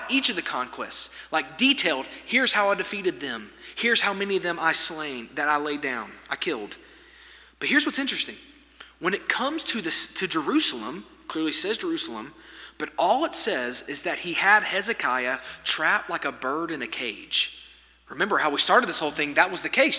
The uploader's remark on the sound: This sermon was delivered on February 7, 2024 at First Baptist Church Hendersonville, NC during the Wednesday night Bible study hour.